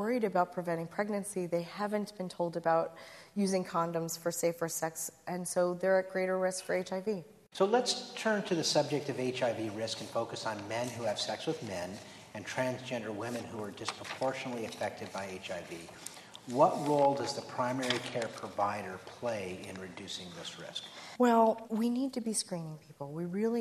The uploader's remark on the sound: At a recent live event recorded in Chicago